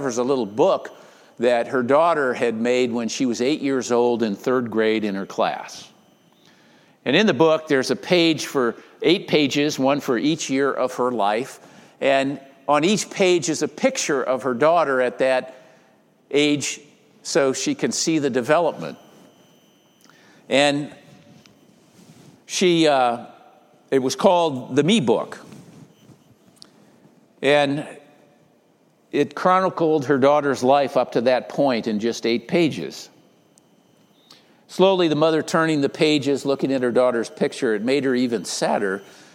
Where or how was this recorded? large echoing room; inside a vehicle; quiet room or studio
large echoing room